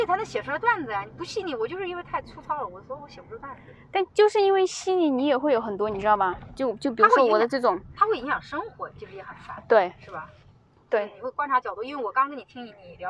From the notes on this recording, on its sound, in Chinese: 这期是边开车边闲聊，音质稍微有点一般，见谅